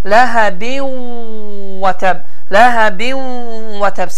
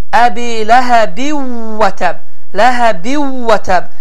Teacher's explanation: Ləhəbin və təb. Səs burundan da biraz çıxır vav hərfi olaraq. · Shown in: first take · Term: idğam məl qunnə